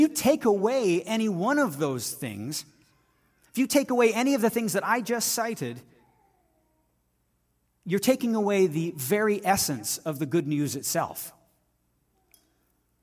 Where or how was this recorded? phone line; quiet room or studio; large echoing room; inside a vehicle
large echoing room